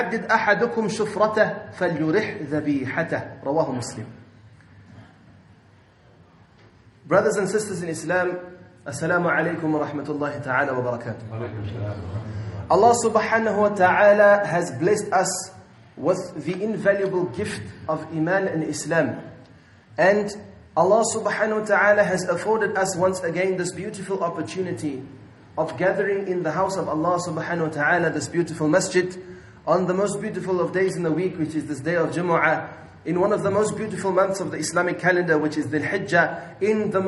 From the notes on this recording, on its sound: at Masjidul Jumuah Milnerton 9/8/19 for Jumuah